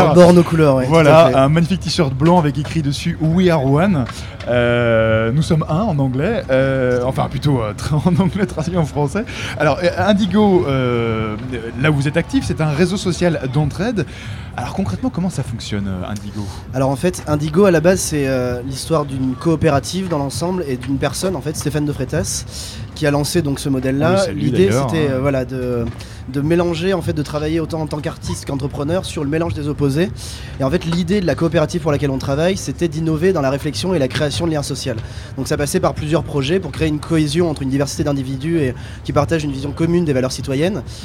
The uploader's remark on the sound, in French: Emission spéciale au Festival de l’Engagement ! Radio Campus Paris a délocalisé son studio au beau milieu de la Place de la République pour interroger les associations présentes au Festival de l'Engagement.